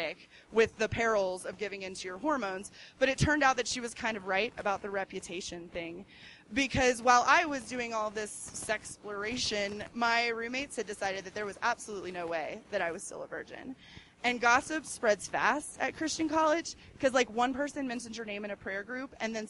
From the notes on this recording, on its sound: These stories were recorded on January 17, 2013 at The Deer Pile in Denver, Colorado.